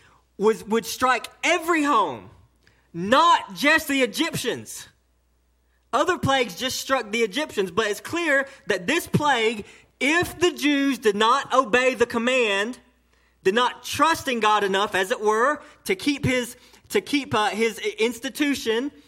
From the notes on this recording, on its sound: Delivered to Cottondale Baptist Church in Eastman, GA on 4/29/18 during the 11:00am service